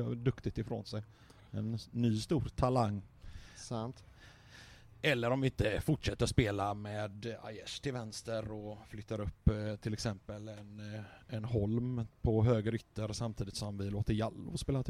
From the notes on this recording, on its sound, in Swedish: Åter på puben och tjötar LIVE on tape medan Blåvitt spelar mot Bajen i Svenska Cupen... I ett oredigerat "unplugged"-avsnitt från verkligheten.